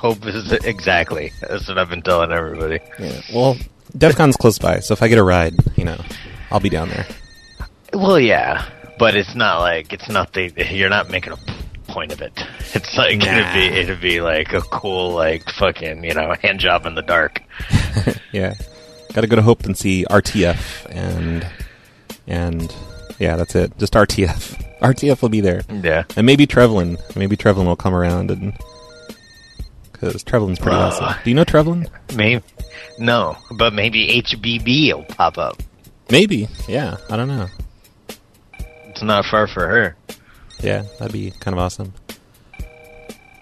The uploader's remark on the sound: …'s Personal Prank Phone Calls Collection.